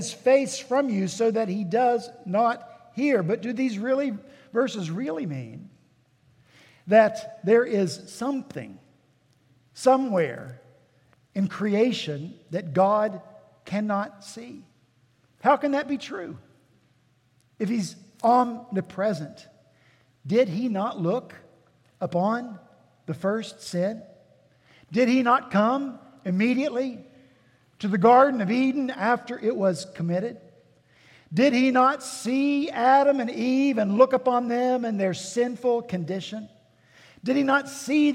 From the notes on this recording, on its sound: At Redeemer Presbyterian Church in Charleston, SC